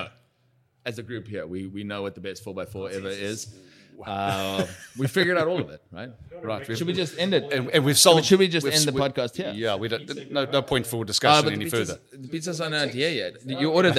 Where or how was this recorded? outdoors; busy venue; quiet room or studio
busy venue